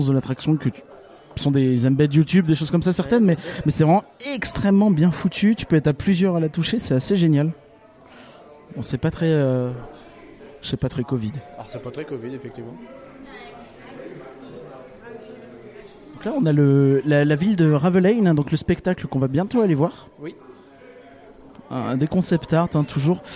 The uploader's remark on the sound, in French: Reportage DEPUIS Efteling, le parc qui bouscule Disney !